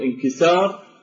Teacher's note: فينتقل النبر إلى سا، فهذا الانتقال أيضا يتغير تبعا للميزان الصرفي.